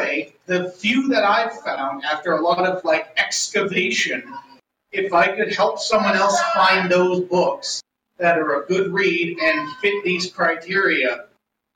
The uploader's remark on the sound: Recorded live at Anime Detour 2019 in Minneapolis, MN. Ironically, we had issues recording onsite, so the audio quality could be better.